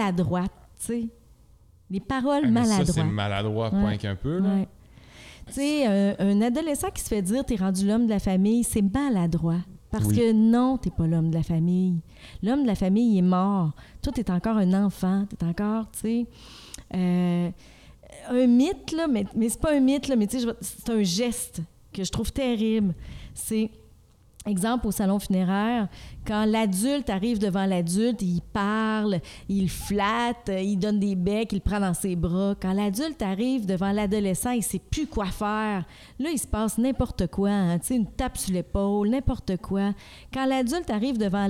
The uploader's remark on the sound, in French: Le podcast a été enregistré en août 2021 à la microbrasserie le Boquébière au 50, rue Wellington Nord à Sherbrooke